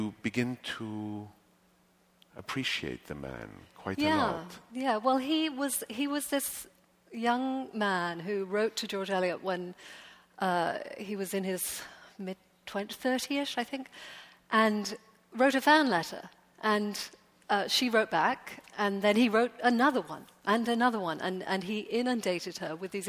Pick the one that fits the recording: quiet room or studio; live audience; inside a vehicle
live audience